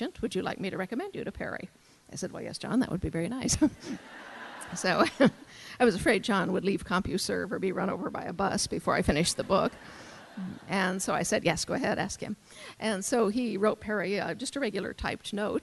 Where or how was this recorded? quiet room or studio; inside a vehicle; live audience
live audience